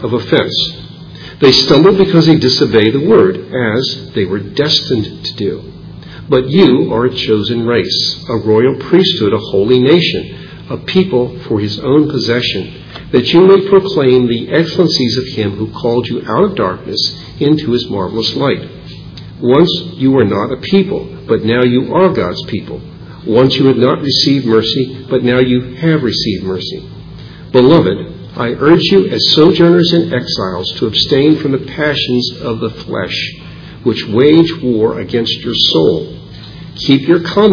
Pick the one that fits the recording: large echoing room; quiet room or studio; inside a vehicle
large echoing room